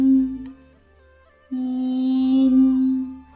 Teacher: 软腭和小舌下降，打开鼻腔通路，气流从鼻腔通过